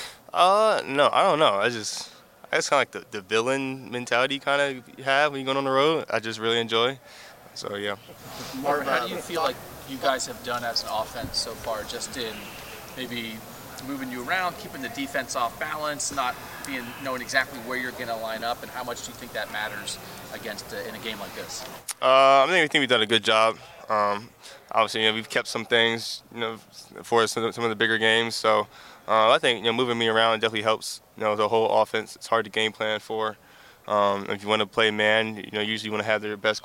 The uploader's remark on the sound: Uncut audio primarily from Ohio State press conferences, but also from individual interview sessions. We are bringing you unedited audio from player availability sessions.